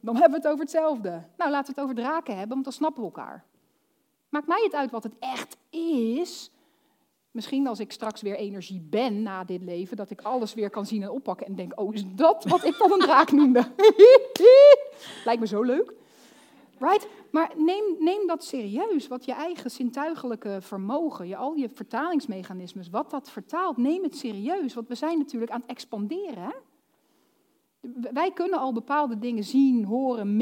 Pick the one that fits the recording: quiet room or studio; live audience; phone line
live audience